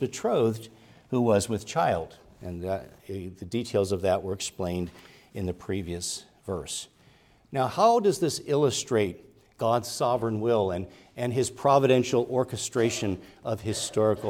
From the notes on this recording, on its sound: preached at Grace Orthodox Presbyterian Church in Sewickley, PA, during the morning Worship Service on Sunday, December 17, 2023